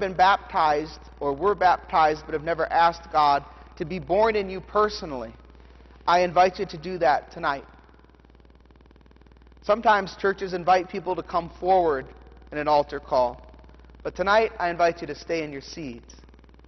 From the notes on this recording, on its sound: The Sermon from the Candlelight Christmas Eve Festal Eucharist service